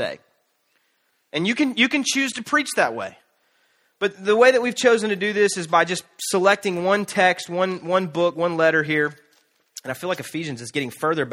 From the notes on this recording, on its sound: Canton Church, in Canton, GA, features live teaching